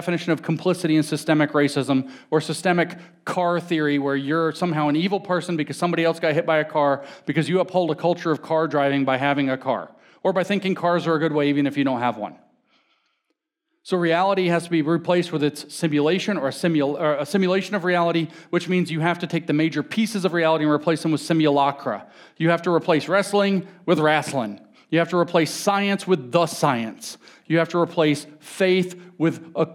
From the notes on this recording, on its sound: talk at the Mere Simulacrity conference in Phoenix, Arizona